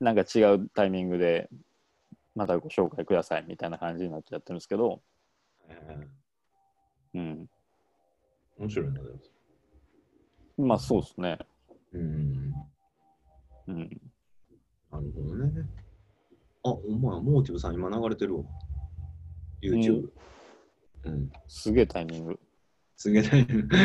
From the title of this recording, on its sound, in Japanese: zoom】中川木工芸比良工房 × -CONNECT